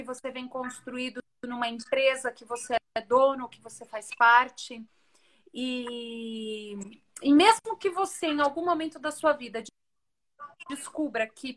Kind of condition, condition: link, video call